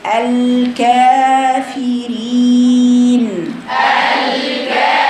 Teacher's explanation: كاف مفتوحه ادي الفتحه الكاف فتحتها صحيحه وهات المد اللي بعدها امتداد لفوق للفتحة عند حفص يبقى بقرأها كالتالي الكافرين الكافرين.